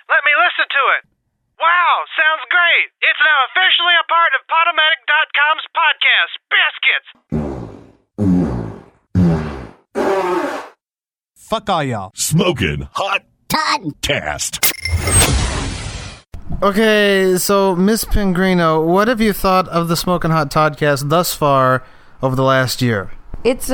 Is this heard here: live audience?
no